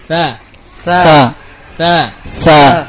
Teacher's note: Baik, tha keluar dari ujung lidah dengan ujung gigi seri atas. Sifatnya adalah hams, rakhawah dan istifal · Term: tha maftuhah